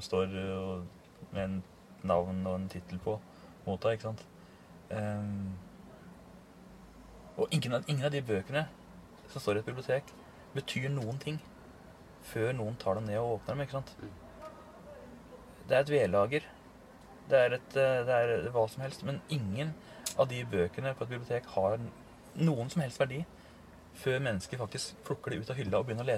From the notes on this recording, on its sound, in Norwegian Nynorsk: Ein heilt vanleg dag i ei gamal campingvogn på torget i ein norsk småby. Opptaket blei gjort i ei campingvogn frå 1978, midt på Stortorget i Lillehammer ein solfylt føremiddag under Norsk Litteraturfestival 2023.